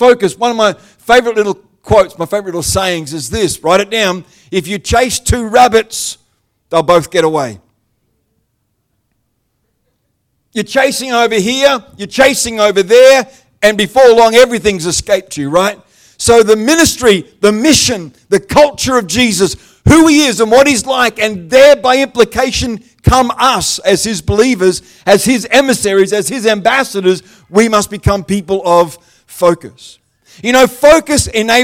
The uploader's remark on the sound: The live stream of Destiny Church Atherton.